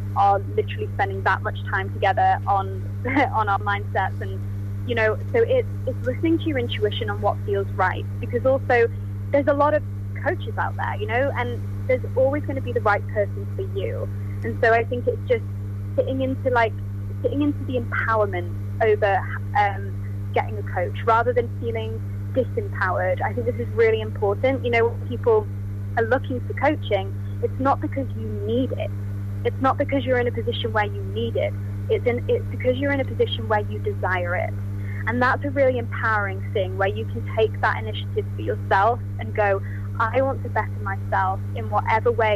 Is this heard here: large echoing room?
no